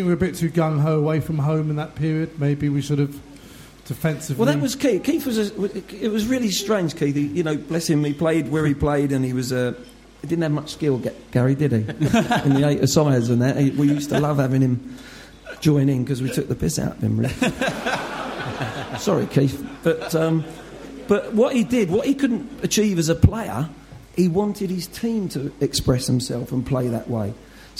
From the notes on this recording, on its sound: It's the Spurs Show LIVE at The Guanabara Club in Covent Garden!